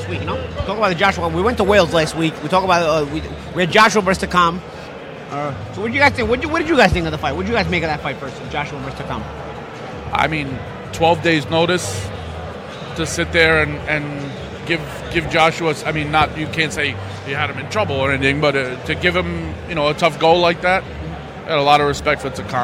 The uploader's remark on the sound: recording live from Barclay's Center in Brooklyn